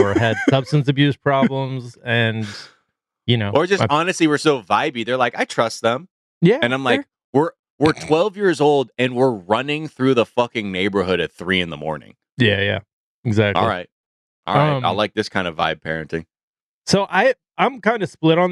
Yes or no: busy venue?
no